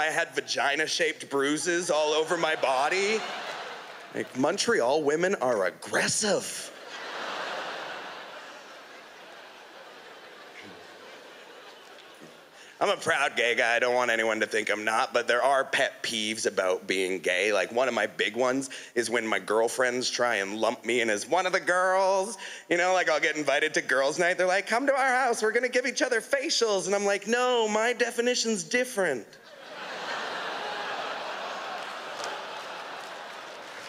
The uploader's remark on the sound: stand up from the Just For Laughs Festival in 2016